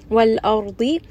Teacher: Ra in this case is going to be heavy because the letter before has a fatha